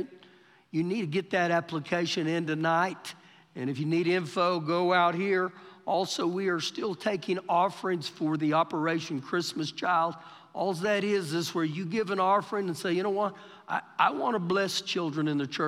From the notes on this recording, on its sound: Recorded live during our Wednesday night service